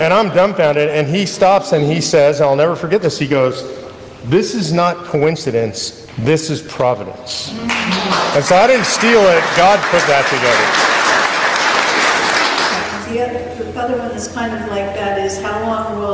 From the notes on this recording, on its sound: North Carolina Town Hall Q&A 2023. Excerpts from the Q&A portion from a town hall in North Carolina.